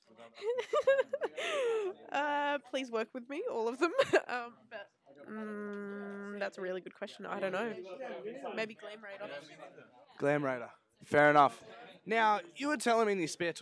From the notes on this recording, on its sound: We are joined live on the set of Stain. Interviewing the cast and crew, before, during and after production!